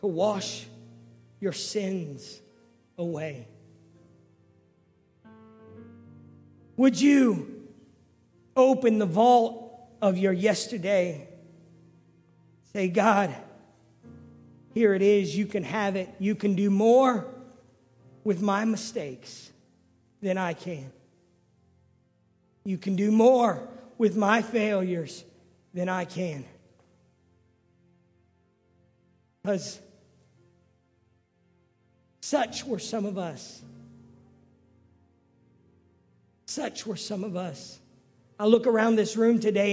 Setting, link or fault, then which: setting, large echoing room